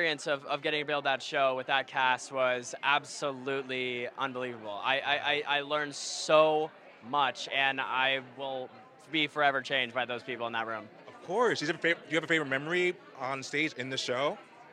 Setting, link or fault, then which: setting, busy venue